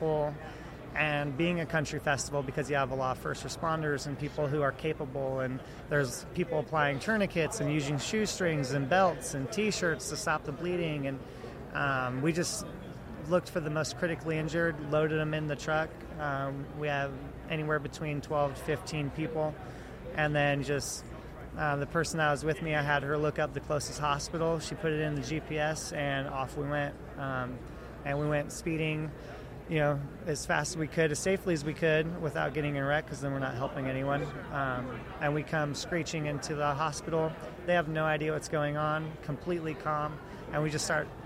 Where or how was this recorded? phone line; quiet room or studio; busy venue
busy venue